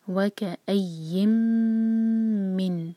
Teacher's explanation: ہم یا کو میم سے جوڑیں گے، نون کی آواز کو نہیں پروناؤنس کریں گے. ادغام غنہ کے ساتھ کر رہے ہیں کمپلیٹ ادغام.